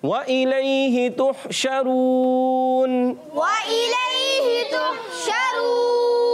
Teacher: होठों के गोलाई से होंठ गोल करके अच्छे तरीके से वाव की अदायगी होगी